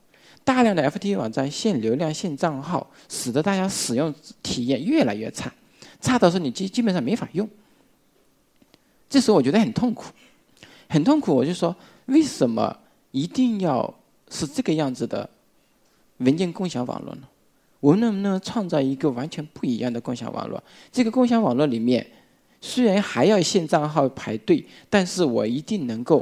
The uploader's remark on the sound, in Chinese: 一席现场